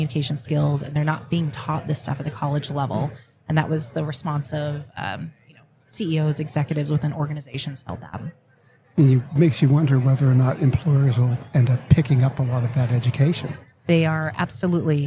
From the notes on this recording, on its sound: Live at the HR Tech 2022 conference